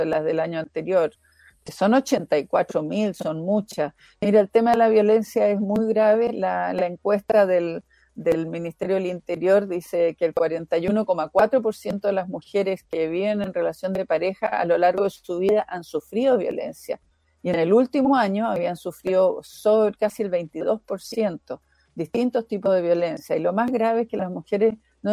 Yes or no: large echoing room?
no